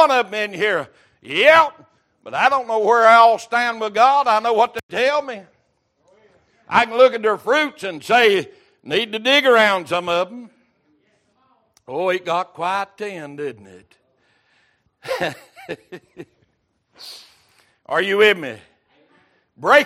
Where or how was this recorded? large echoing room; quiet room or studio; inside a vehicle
large echoing room